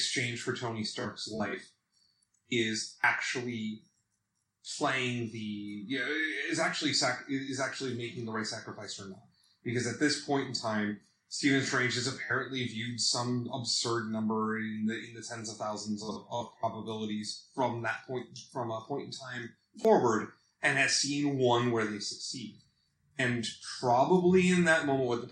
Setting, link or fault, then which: fault, poor sound quality